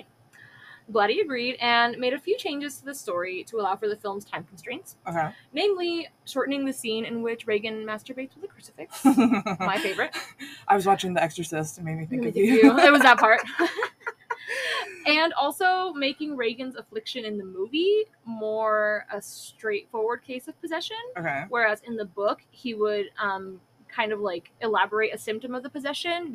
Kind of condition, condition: fault, sounds in the background